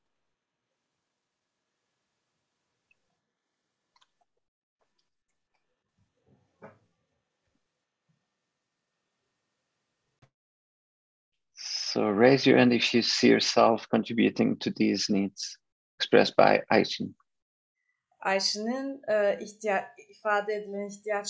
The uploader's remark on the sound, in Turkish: Zoom üzerinde